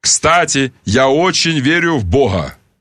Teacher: Тут должна быть г-фрикативная, потому что это из старославянского